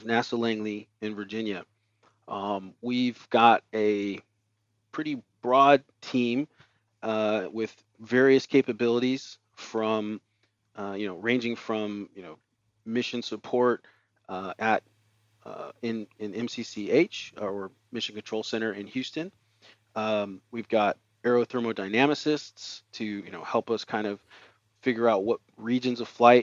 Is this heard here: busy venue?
no